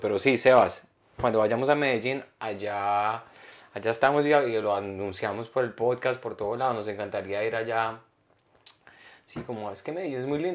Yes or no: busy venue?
no